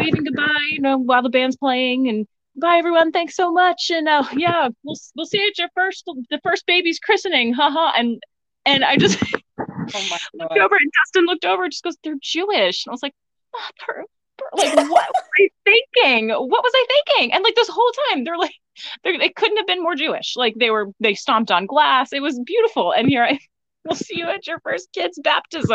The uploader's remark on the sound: the audio is not ideal.